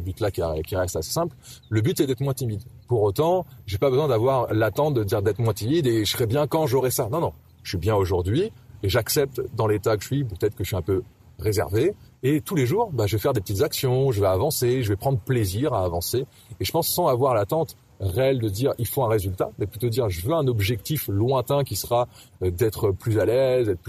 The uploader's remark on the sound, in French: enregistré au bord de la mer